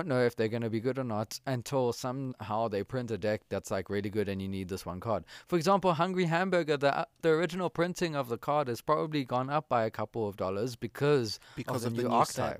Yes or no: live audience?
no